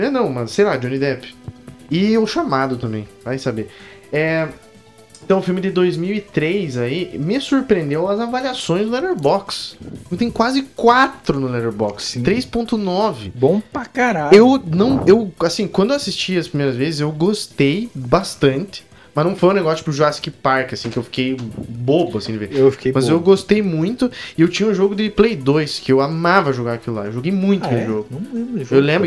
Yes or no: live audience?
no